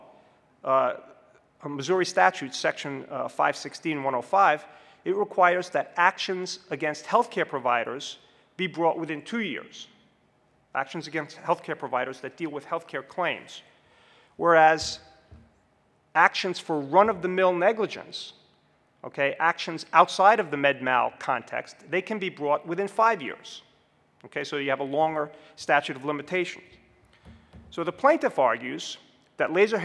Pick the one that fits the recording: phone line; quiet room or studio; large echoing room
large echoing room